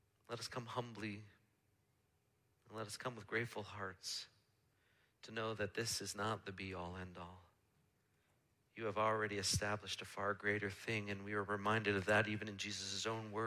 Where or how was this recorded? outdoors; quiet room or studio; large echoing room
large echoing room